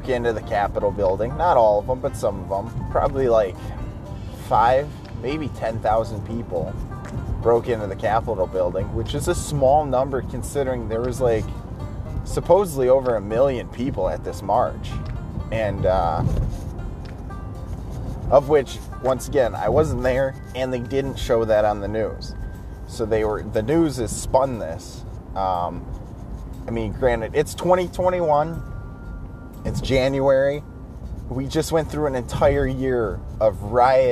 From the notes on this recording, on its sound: Car cast. Blowi g off steam in the car on the way to work.